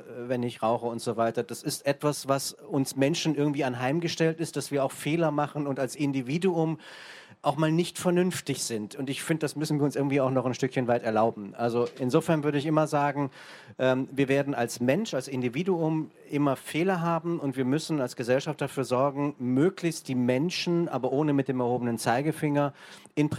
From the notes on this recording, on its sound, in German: Diese Aufzeichnung stammt vom 01.09.2018 auf der Hauptbühne beim Campfire-Festival in Düsseldorf.